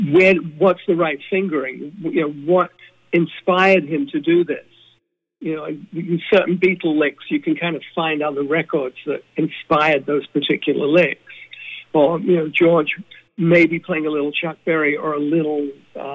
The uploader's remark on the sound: chats on the phone